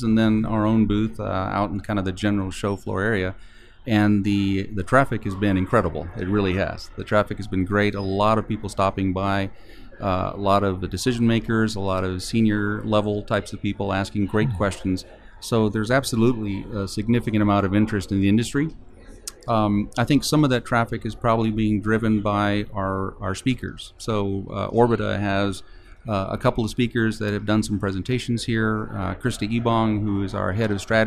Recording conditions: busy venue